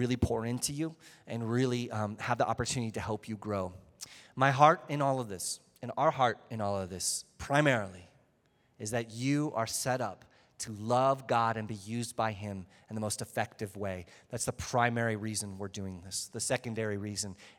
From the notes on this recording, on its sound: answering some questions from the audience at the Town Hall Meeting